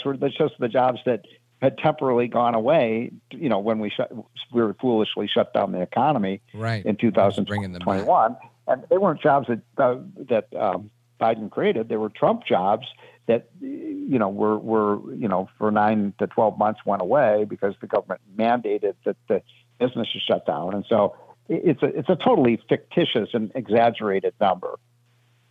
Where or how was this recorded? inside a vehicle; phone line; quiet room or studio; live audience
phone line